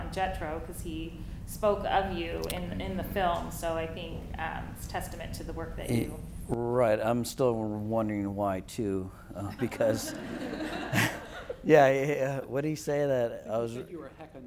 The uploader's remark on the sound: In this episode, we showcase a panel discussion following the premiere of "Jetro's Journey,".